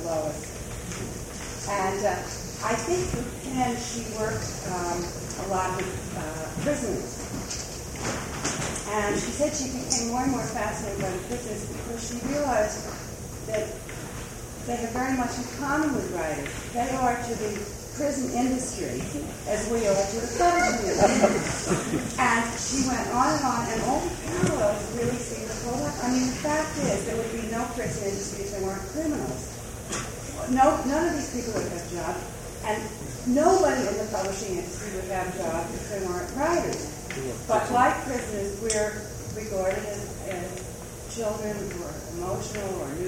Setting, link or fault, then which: setting, live audience